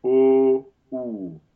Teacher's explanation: There's no R coloring in that schwa.